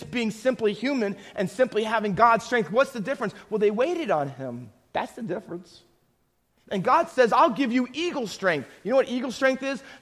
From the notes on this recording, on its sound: Faith Baptist Church in Hamilton, NJ.